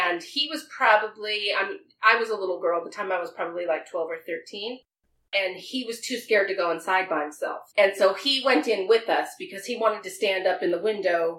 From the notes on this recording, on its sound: So, here is the first of several remixes of the early episodes that didn't have great sound quality. My eagerness to jump in outweighed my patience for figuring out a good mixing program.